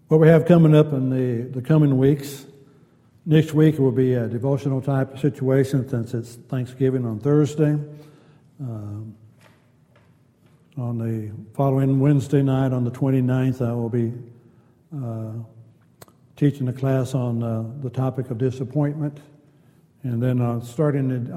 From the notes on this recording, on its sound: Wednesday Night Class. Downtown Church Of Christ Audio Sermon.